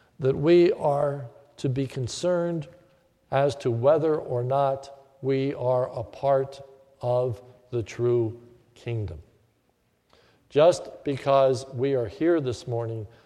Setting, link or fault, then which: setting, large echoing room